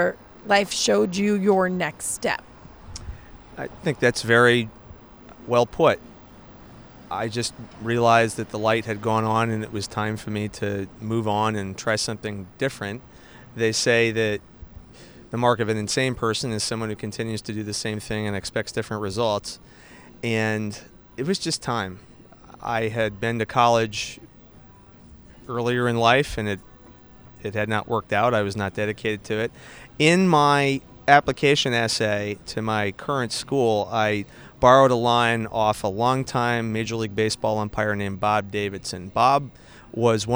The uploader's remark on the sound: Live from the Road: On a sidewalk in San Francisco